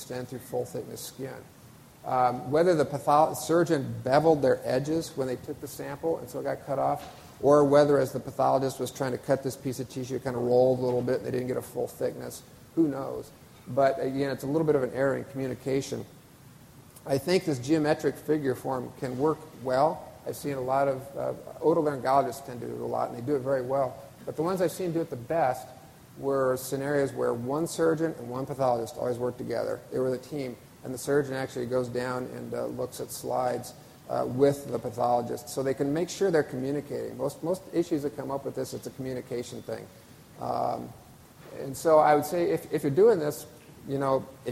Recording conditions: live audience